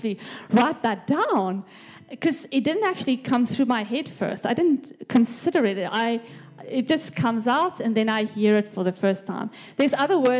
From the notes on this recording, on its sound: This message was recorded live at our Malmö Gathering on Sunday, October 8th, 2023.